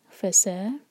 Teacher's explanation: سین پر سیٹی جیسی آواز